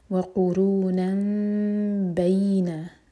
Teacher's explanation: व कुरूनन बैना, तो नून की आवाज़ नहीं पढ़ेंगे हम, मीम पढ़ा जाएगा और मीम को हम होल्ड करेंगे और इस तरह के हमारे होठ टाइट बनना हो, दो सेकेंड्स का टाइम देंगे फिर बा पढ़ेंगे · Term: इकलाब